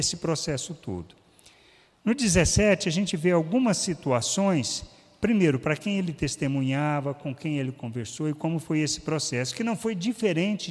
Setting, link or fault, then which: setting, large echoing room